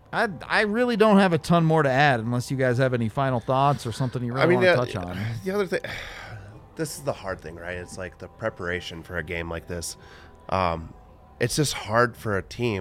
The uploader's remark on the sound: come to you LIVE from the DNVR Bar